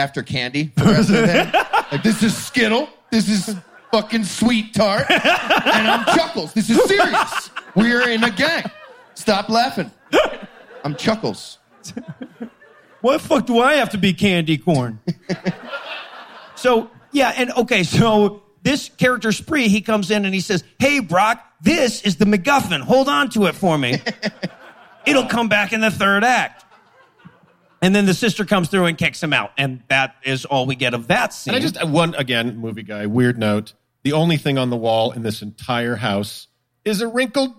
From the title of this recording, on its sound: LIVE from Salt Lake City